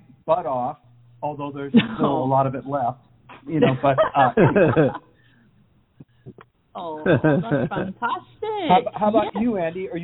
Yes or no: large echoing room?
no